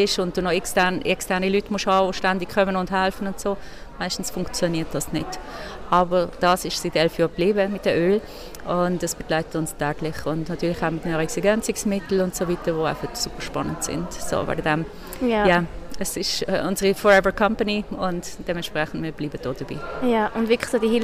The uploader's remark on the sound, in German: Live vom dōTERRA Swiss Day 2023. Diese kurzen, spontanen und spannenden Kurzgespräche sind am diesjährigen dōTERRA Swiss Day 2023 in Basel entstanden. Habe sehr spontan einen Podcast ganz roh und direkt in der Konferenzhalle aufgenommen.